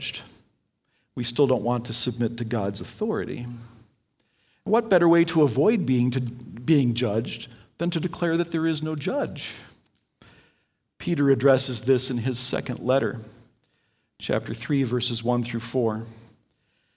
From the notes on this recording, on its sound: Delivered Sunday, September 6, 2020 at Woodridge Community Church (New Berlin, WI).